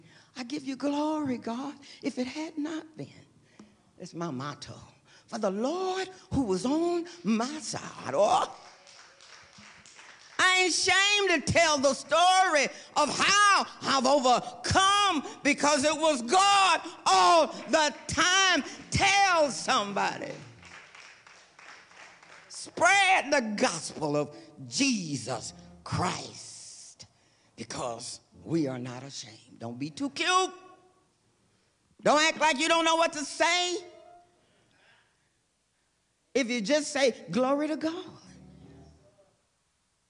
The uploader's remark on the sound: Recorded live for First United Methodist Church of Pacoima